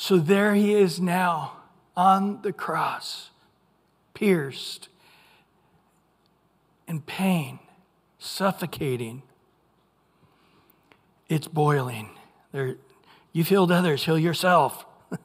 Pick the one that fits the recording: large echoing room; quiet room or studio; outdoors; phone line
large echoing room